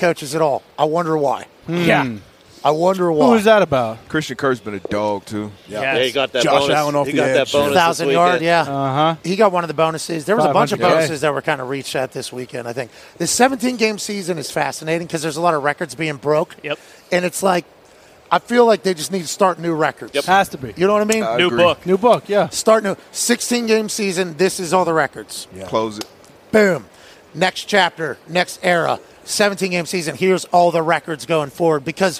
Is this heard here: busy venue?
yes